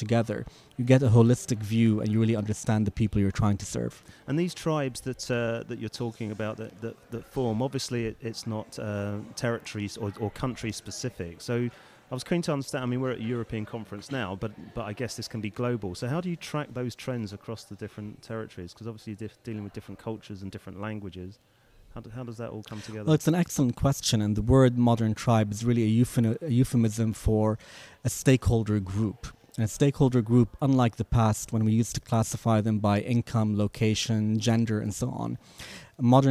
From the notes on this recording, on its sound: Recorded at the European Communications Summit in Brussels